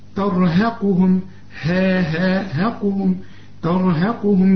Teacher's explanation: الراء هي المفخمة والقاف كمان مفخمة